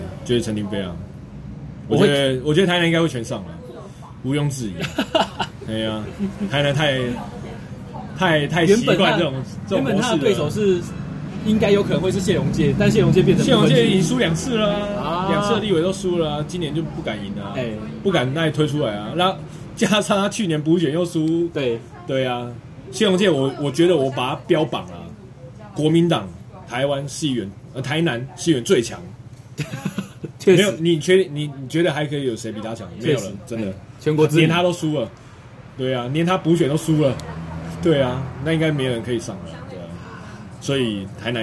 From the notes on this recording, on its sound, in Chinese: 錄音地點：牽咖啡 Chen Coffee。